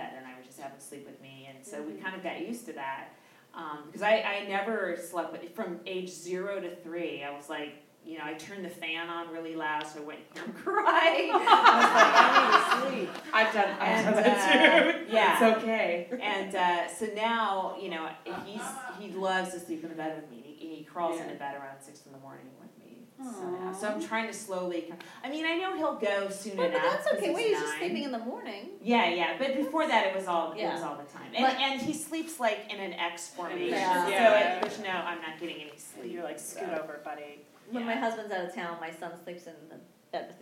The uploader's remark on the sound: It's my first time doing Motherhood in Hollywood in front of a live audience and it was a hoot. We also raised money for an organization called No Kid Hungry during this show so you will hear me giving away prizes and harassing the audience.